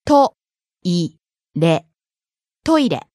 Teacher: Starting high, falling on the second syllable, い、staying low.